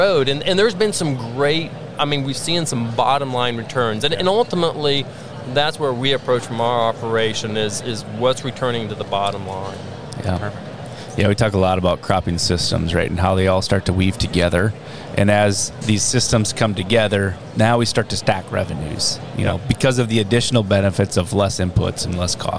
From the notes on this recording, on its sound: LIVE From Commodity Classic 2024. We're live at Commodity Classic 2024!